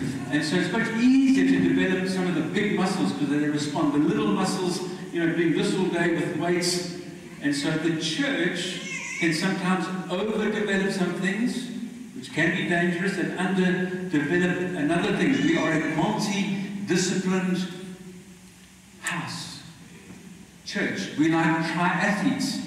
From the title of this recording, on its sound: Poor Audio